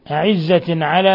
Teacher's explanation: تنوين كسر جاء بعده العين إظهار حلقي